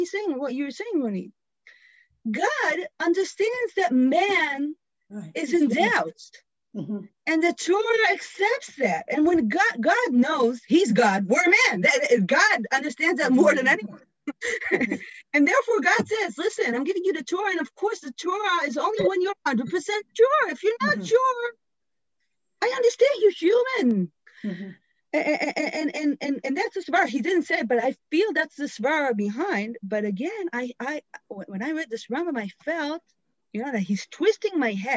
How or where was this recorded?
video call